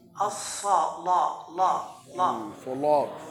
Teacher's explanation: هنا ورش يغلظ اللام